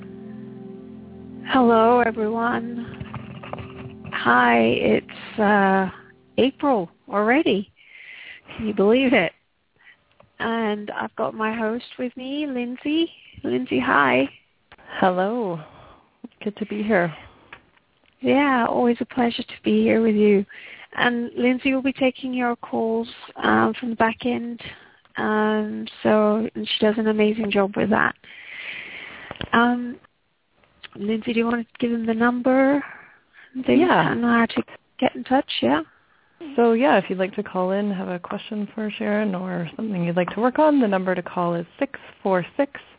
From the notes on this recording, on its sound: Takes your calls for healing live today!